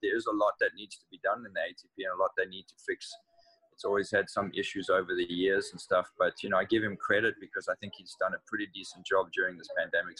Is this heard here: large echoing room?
no